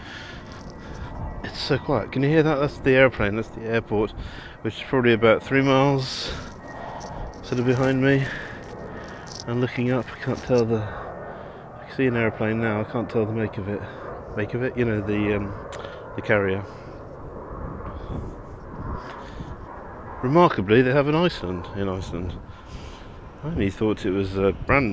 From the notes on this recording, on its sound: Walking around Keflavik. Often recorded on the move as I'm traveling.